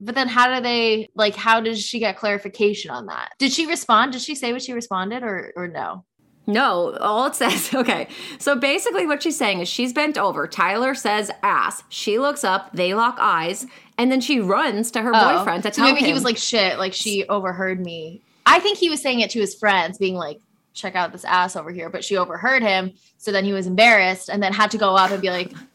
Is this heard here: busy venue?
no